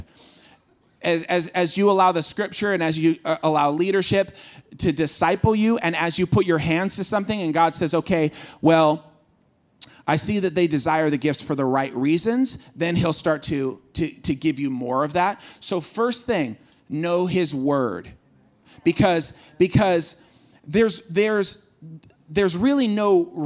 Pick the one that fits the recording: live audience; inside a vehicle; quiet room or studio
live audience